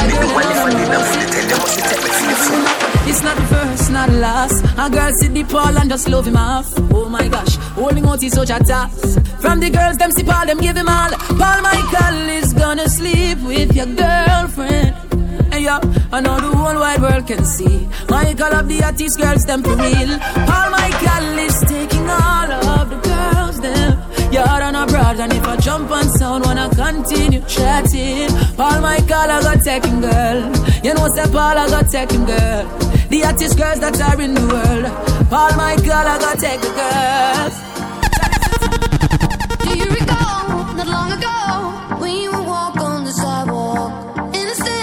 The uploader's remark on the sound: LIVE PARTY AUDIO